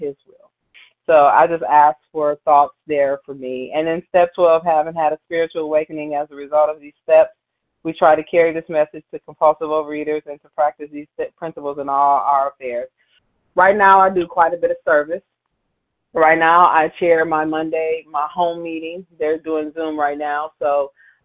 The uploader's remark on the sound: 100 Pounders Phone Meeting, 5/24/23